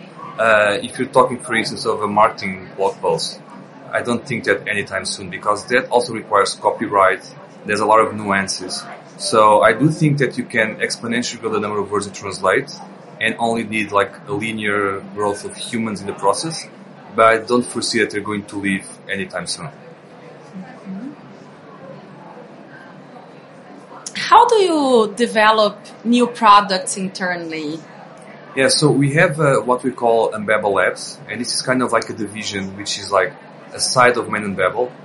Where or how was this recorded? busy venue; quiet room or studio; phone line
busy venue